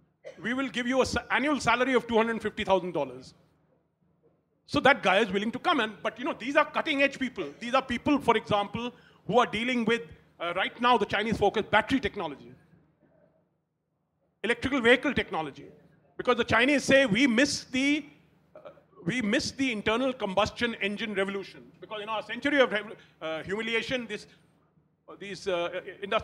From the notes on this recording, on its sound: A live session from #JaipurLitFest2020.